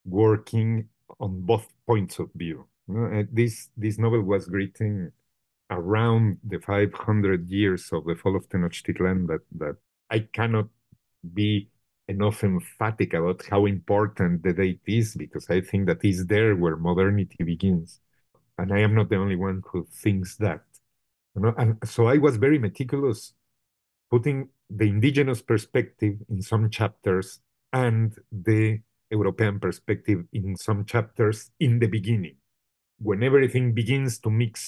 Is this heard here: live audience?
no